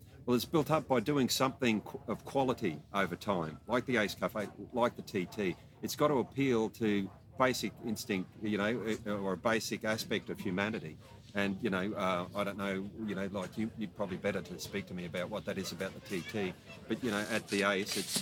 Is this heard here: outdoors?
yes